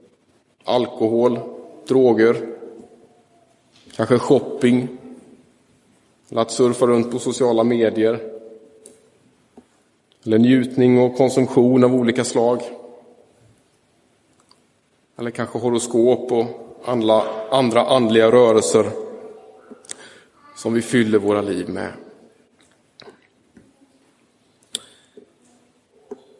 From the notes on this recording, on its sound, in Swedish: Inspelad i Roseniuskyrkan den 13 augusti 2023